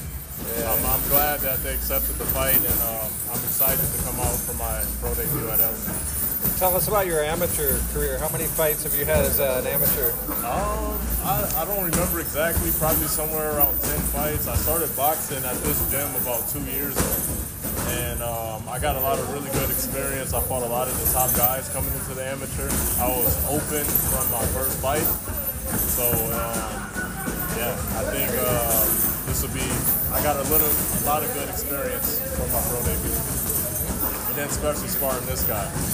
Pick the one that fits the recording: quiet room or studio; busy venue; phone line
busy venue